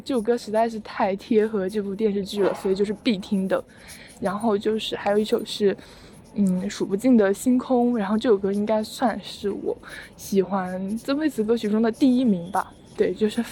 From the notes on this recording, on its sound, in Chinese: 走在半路突然就录起来，在有点吵闹的操场上录制了这期节目。